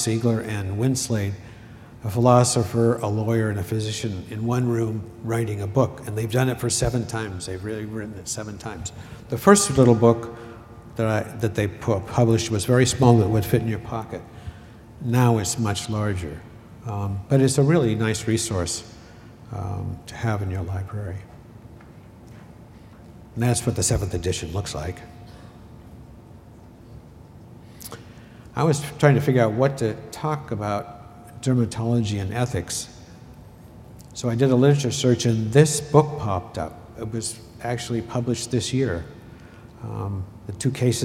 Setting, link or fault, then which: setting, large echoing room